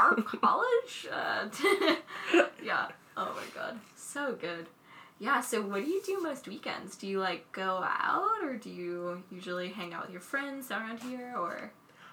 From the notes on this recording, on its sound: If you hear clanking noises, it's our mugs of tea